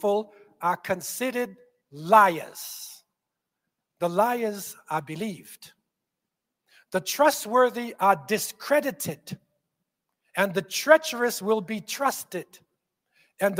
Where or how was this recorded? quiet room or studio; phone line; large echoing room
large echoing room